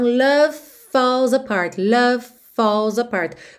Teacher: V, v de love e f, f, f, f, f de falls são feitos no mesmo lugar, ok? Lábio inferior no dente superior.